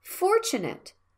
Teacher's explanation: fortunate has three syllables, and you have to stress the first vowel. Fortunate, not like fortunate, stress on second syllable, or fortunate, stress on third syllable, or fortunate, no stress on it.